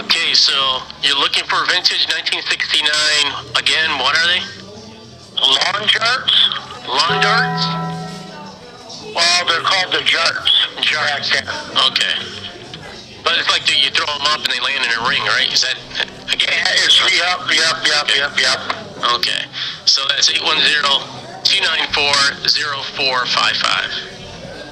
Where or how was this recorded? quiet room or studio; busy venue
busy venue